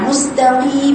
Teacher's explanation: هي مص لأن الميم رقيقة والسين رقيقة، يبقى بنقرأها والتاء رقيقة. حتى القاف المكسورة بيظهر فيها أثر الكسر جدا لأنها من حروف الاستعلاء فقط وليست مطبقة، يبقى مستقيم مش قيل، قيل ليست قيل، خطأ، مستقيم. فاختلف